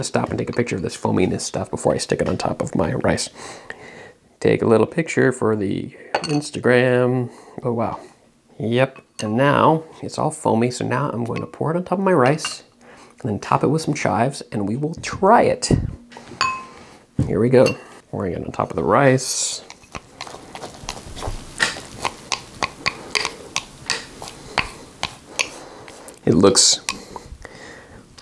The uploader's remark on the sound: Warning: If you don’t like mouth noises, skip the final segment.